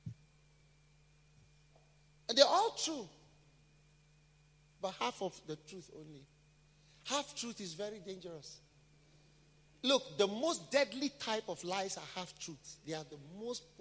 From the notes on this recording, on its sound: Preached at a BENMP service in London, UK on the 22nd of April 2018